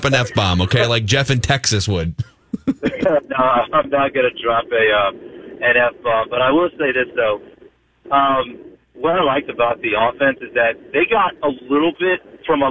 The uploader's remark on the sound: take phone calls and social media reaction from fans